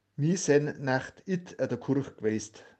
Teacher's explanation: Typisch dieses kehllautige K, wie auch in getrunken. Man nennt das auch die Gutturalisierung des K, ein wichtiges Kennzeichen des Südbayerischen.